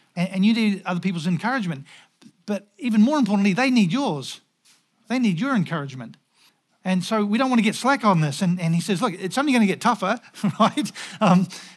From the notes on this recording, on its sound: Recorded at the Hukanui Bible Church morning service on Sunday the 18th of June 2023 during the 10:00 am service.